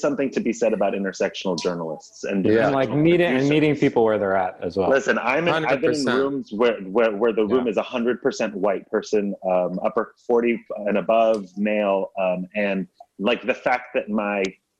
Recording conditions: video call